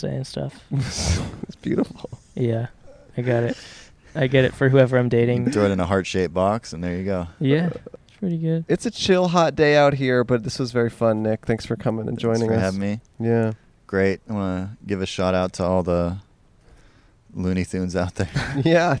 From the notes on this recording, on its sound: backyard in Los Angeles